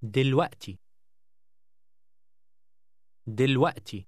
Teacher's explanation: This word has a stop in the middle. When your breath is held a second, called a glottal stop.